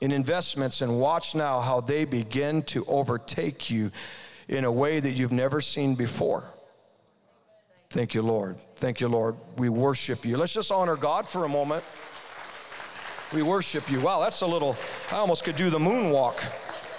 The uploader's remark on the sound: This episode is a session release from Ignite ‘22, an Ignite Christian Business Conference.